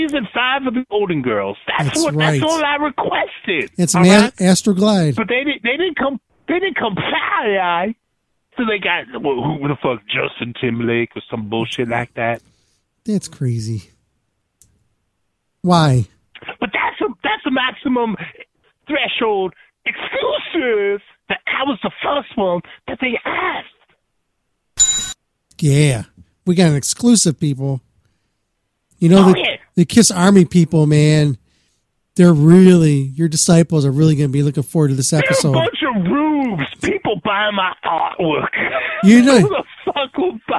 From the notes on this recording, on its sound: This was an unexpected call in from the infamous man himself. Our live broadcast of the Maximum Threshold Radio Show.